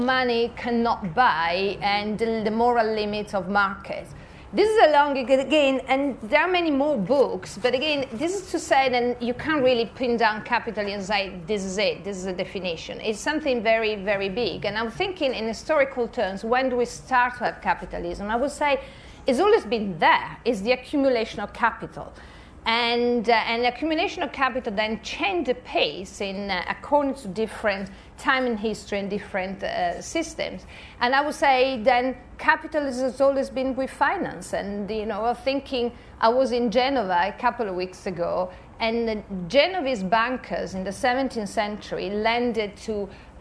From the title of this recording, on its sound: at Edinburgh International Book Festival